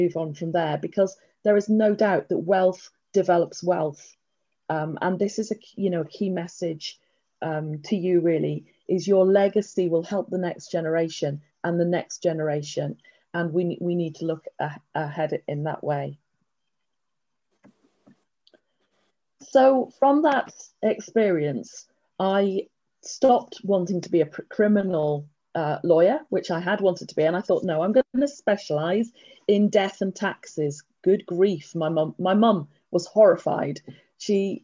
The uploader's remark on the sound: This episode was recorded at our Cuppa Coffee online meeting, the most popular property meeting in Manchester!